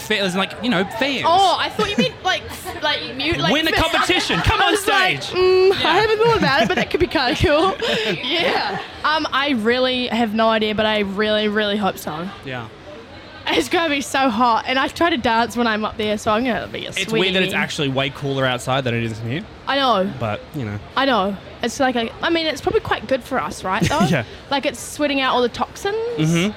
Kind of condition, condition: setting, busy venue